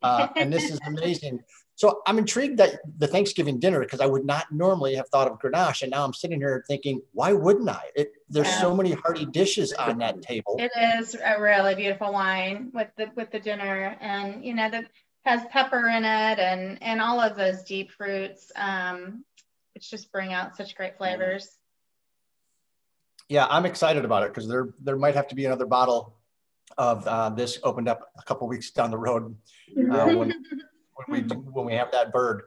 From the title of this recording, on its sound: SIP Virtual Wine Tasting and Q&A